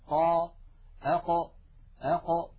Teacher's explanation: إذن عندما يصطدم أقصى اللسان مع منطقة الحنك اللحمي هذه المنطقة، عندما يقرع أقصى اللسان منطقة الحنك اللحمي يخرج حرف عربي هو حرف القاف · حرف القاف يا إخوة يخرج من أقصى منطقة من أقصى اللسان مع ما يحاذيه من الحنك اللحمي الذي رأينا صورته منذ قليل.